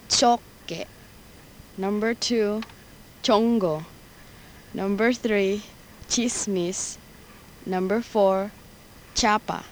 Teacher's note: The next set of sound segments will represent the palatal affricate.